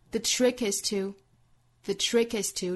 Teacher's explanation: trick 重读前后都弱读 · Term: 轻重搭配